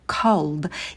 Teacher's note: На «к» добавляйте придыхание. Cold. И в конце звонкий звук «д».